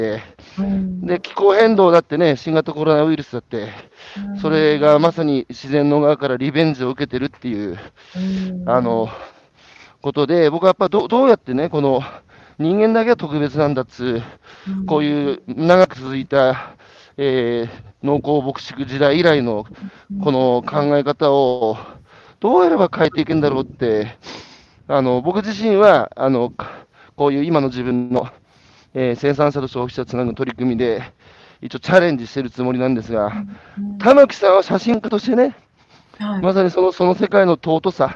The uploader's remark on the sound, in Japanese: 歩きながら1時間、対談する。